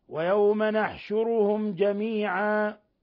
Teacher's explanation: ميم ساكنة جاء بعدها الجيم الحكم التجويدي إظهار شفوي